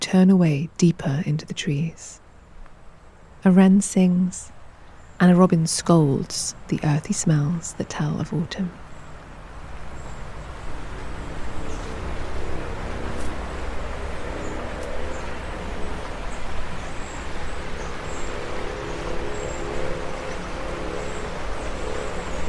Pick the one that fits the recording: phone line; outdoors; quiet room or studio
outdoors